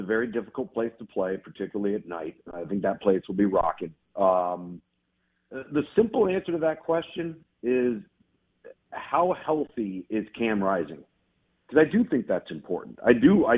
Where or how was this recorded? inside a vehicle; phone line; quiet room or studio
phone line